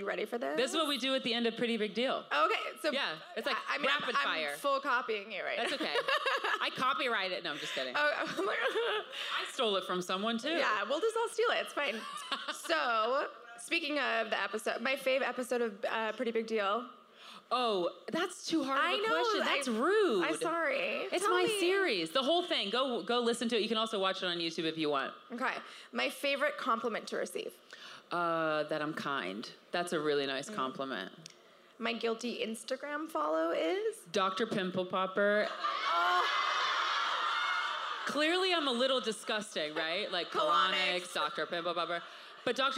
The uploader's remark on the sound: LIVE from #CreateCultivateNYC. Coming live from the #CreateCultivateNYC main stage.